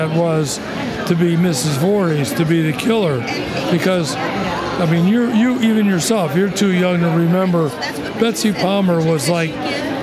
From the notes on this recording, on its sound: Recorded Live from the "New Jersey Horror Con and Film Festival" at the Showboat in Atlantic City, New Jersey.